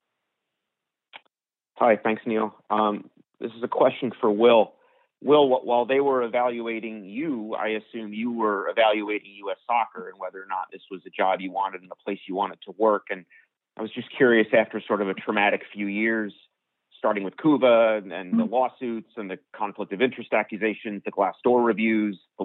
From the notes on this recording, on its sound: US Soccer Conference Call.